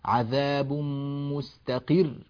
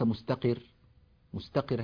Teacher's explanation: الراء هنا مشددة فإذا وقفنا عليها لابد من الضغط والنبر · Shown in: first take · عذاب مستقر وليس مستقر، مستقر هكذا الراء صارت مرققة، صارت الراء مخففة، لا نحن نريدها مشددة، والتبيين للتشديد في الوقف واجب لازم، لا يصلح أبدا أن يترك.